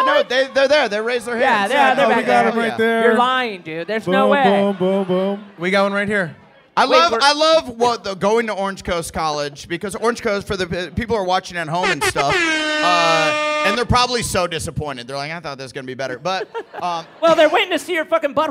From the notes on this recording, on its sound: The official audio of the This Is Important live show that took place in Irvine, California on June 7th, 2023.